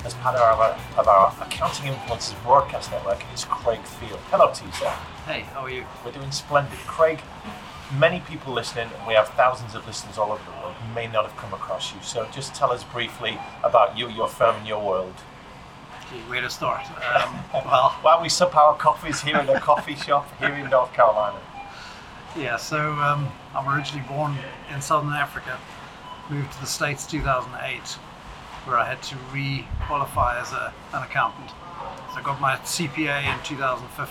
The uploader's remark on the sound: This was a live, in person interview, so apologies for the audio quality